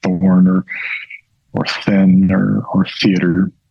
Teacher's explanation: it's not a combination of T and H. It is its own distinct sound. It's an interdental fricative.